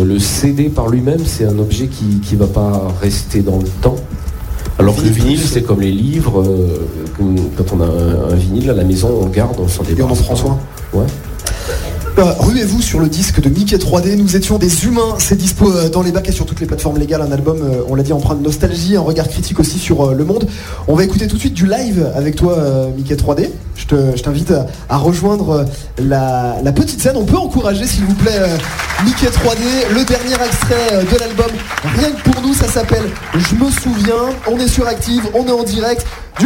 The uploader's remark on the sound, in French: sur la scène du quai des artistes